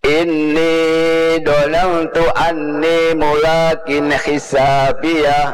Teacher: Berarti namanya ikhfa, disamarkan nunnya ke ta dan diberikan hak untuk sedikit dengung juga